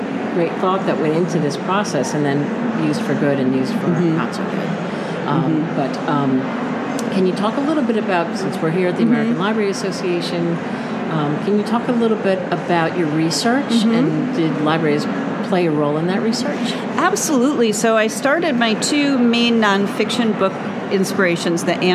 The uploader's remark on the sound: LIVE from the ALA 2023 show floor